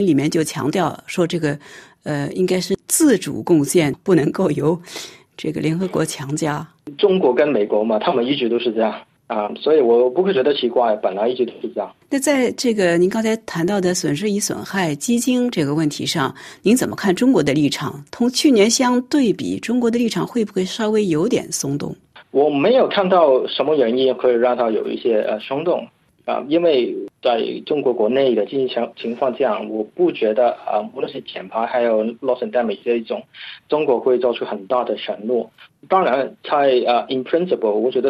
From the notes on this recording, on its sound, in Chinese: 法广电话连线了新西兰惠灵顿维多利亚大学中国气候政策研究专家。